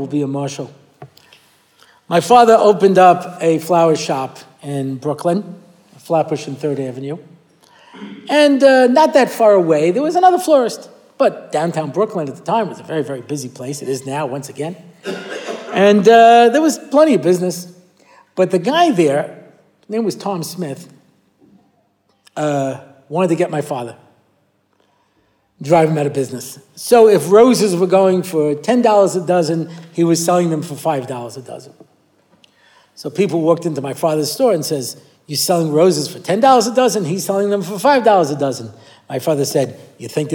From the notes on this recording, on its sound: recorded at the Motzei Shabbos Har Nof shiur